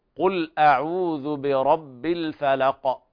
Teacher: القاف المعروفة التي تخرج من أقصى اللسان مع ما يحاذيها من حالك الأعلى، قل أعوذ برب الفلق هكذا.